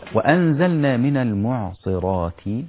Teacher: كلمة المعصرات فيها ميم رقيقة وعين رقيقة والصاد مفخمة